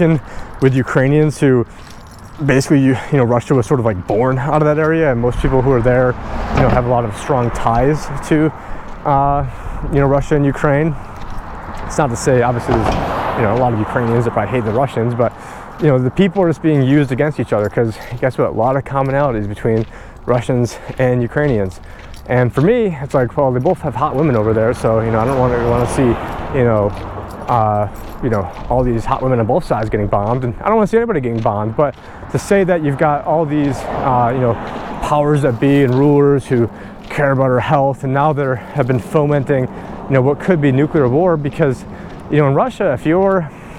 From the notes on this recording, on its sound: On this walk and talk